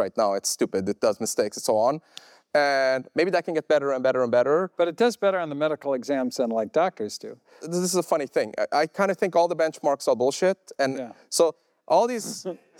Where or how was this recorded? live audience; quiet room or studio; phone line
live audience